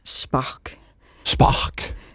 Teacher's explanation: det bliver sådan en ustemt variant af R